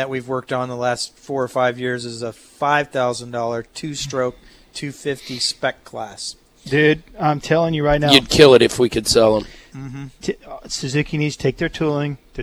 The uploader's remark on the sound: live from Pole Position Raceway in Grimes, Iowa